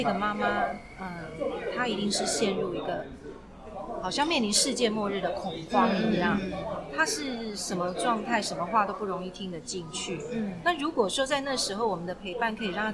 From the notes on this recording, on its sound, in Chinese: 本次錄音空間較多雜音，音質不佳還請多多包涵